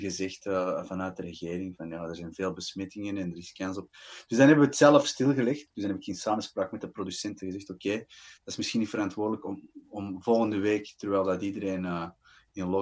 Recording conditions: video call